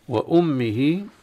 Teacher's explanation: الميم مشددة حكمها الغنة وقفا وصلا